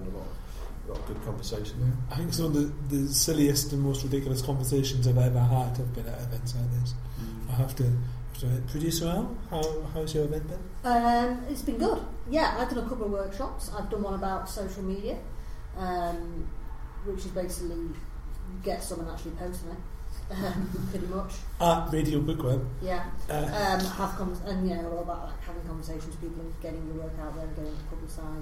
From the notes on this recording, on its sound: Recorded live in front of an audience of Sledge Lit 2, the UK's Christmas Party/ one-day book event for genre book fans, publishers and writers.